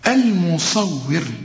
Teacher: الواو هنا مكسورة ومرققة، وإحنا قلنا الحرف المكسور يكون أكثر رقة، المصور.